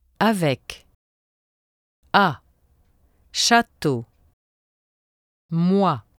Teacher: The sound A is between the vowel sound in the English word hat and the vowel sound in the English word hot.